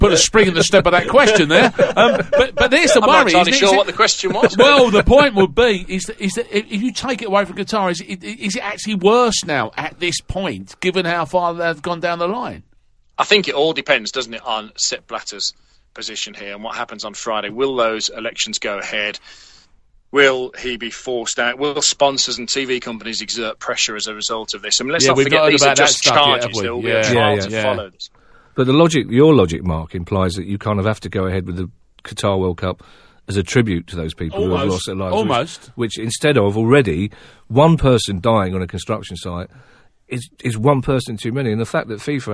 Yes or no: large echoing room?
no